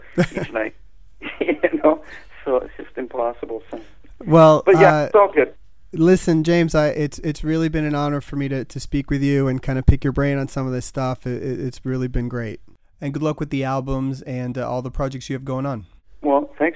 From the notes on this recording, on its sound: called